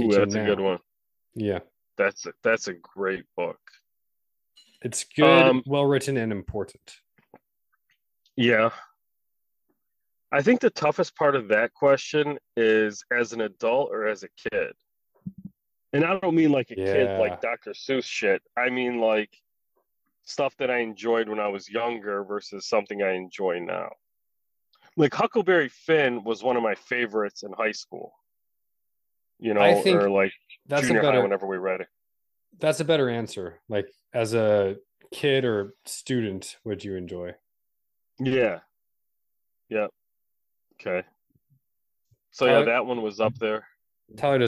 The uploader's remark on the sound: This episode sounds like it was recorded in two cars and a bathroom.